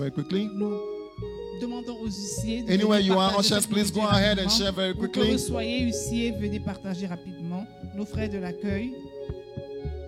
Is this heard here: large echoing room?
yes